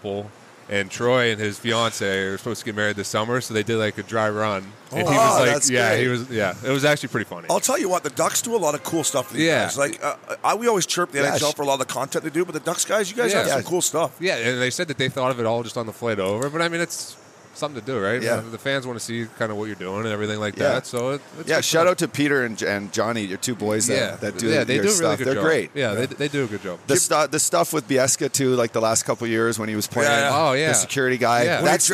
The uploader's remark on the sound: These interviews were recorded over All-Star Weekend on the Las Vegas Strip